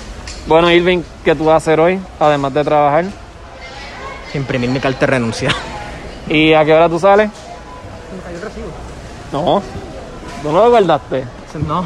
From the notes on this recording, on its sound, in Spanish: Grabamos un episodio especial en el walmart de Caguas.